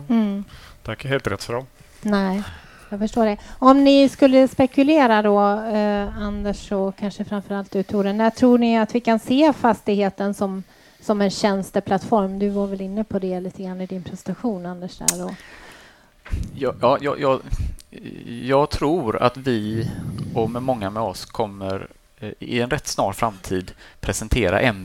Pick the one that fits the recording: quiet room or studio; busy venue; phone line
busy venue